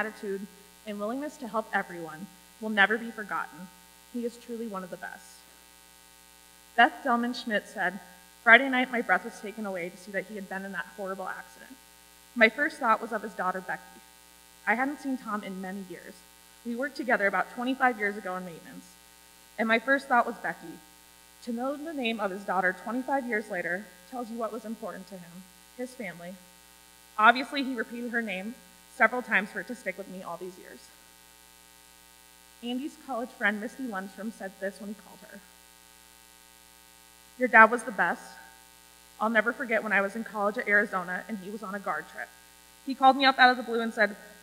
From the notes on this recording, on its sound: The audio quality is not great, there was a buzz in the church audio system. I did my best to get rid of it.